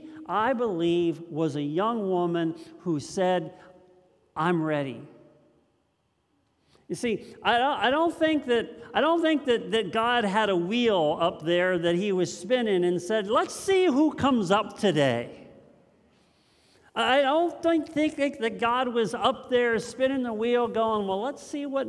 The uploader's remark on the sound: This message was first preached on 12/18/2022 at Linglestown Life